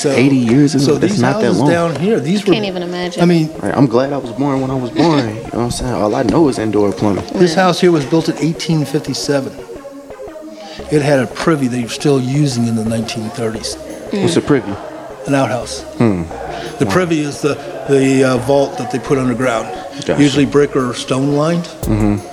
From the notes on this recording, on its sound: Recorded live at Gateway Arch National Park, St. Louis, Missouri.